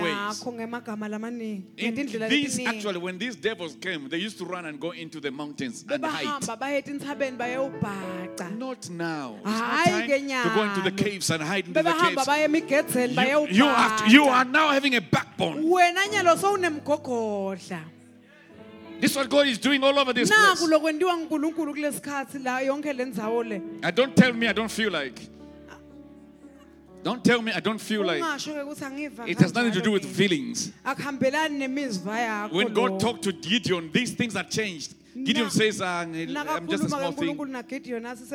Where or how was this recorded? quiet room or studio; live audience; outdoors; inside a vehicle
live audience